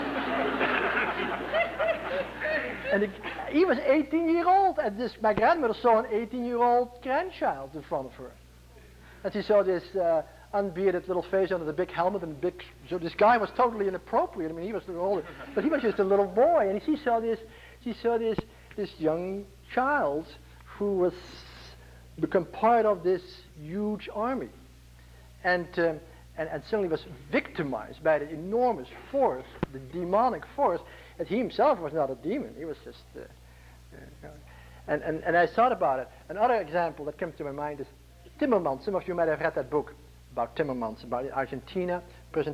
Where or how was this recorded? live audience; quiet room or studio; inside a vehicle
live audience